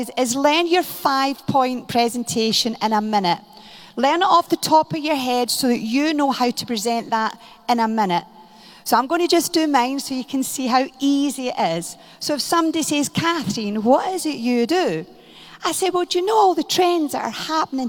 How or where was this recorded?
live audience